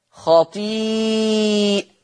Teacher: يقرأ حفص لفظ خطيئته بفتح الهمزة وضم التاء